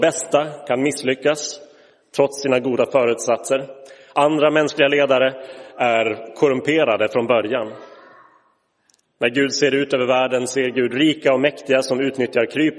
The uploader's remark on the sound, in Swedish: Inspelad i Roseniuskyrkan den 7 januari 2023.